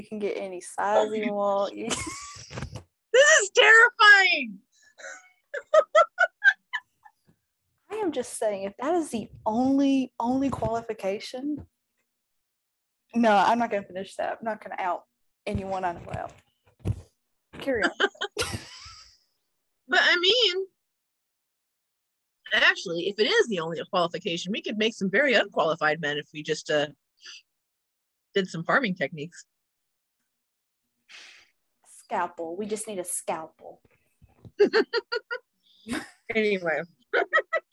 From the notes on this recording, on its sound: Please forgive the audio in this episode, technology was very much against me.